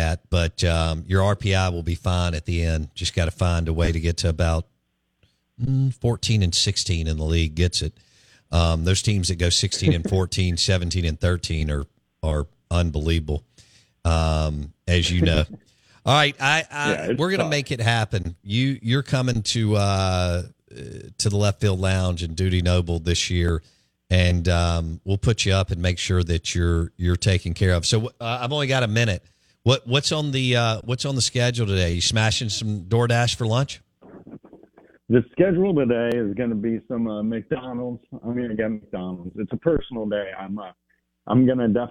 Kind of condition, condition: link, phone line